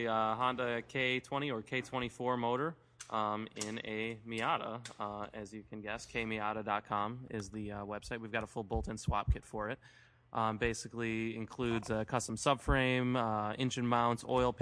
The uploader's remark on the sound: Live from #gridlife at Autobahn. The guys come live to you from Autobahn Country Club and the 2nd #gridlife event of the year.